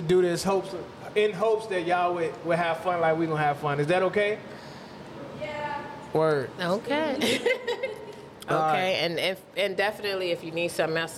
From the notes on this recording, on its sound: Before a LIVE audience. Actual LIVE audience participation.